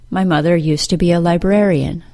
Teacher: The Z sound changes to the S sound, the D sound is dropped completely, and the OO sound of the word to changes to schwa · Term: informal contraction